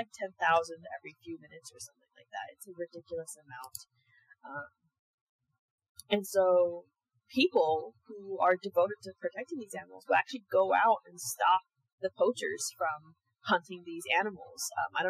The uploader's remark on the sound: those audio issues we mentioned last time, continued